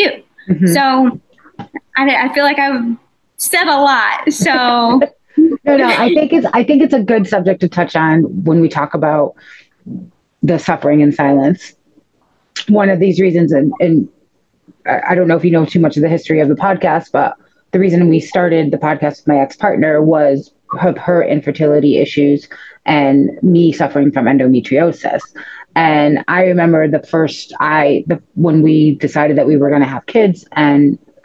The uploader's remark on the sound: My audio is a little off due to microphone malfunction.